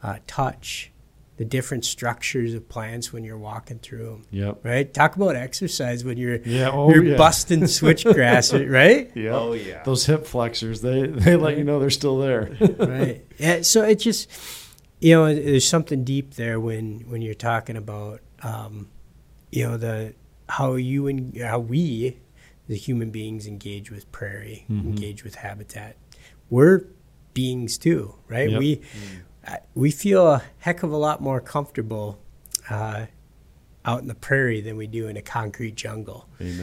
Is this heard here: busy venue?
no